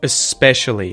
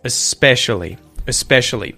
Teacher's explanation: we use that vowel sound, the schwa at the start there, especially, and we just go straight into the S, especially, especially.